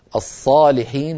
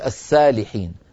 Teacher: بدل ما يقول الصالحين مفخمة يقول السالحين بالسين، السالحين غير الصالحين.